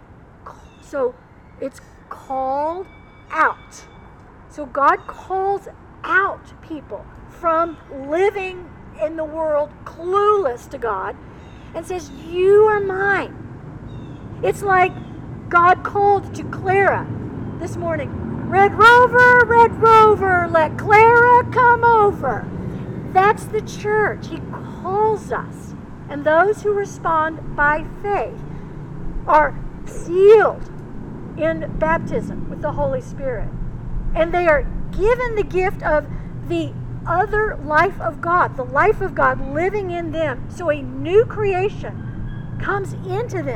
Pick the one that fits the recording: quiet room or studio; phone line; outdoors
outdoors